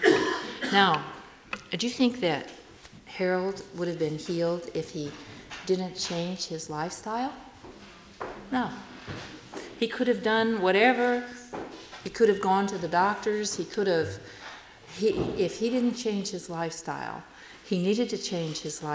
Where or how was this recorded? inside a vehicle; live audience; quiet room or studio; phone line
live audience